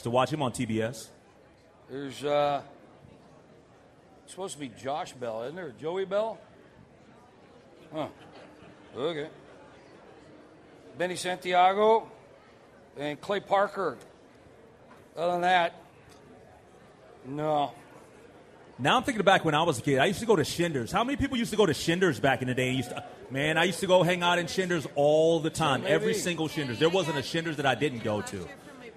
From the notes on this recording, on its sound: LIVE at TwinsFest 2024!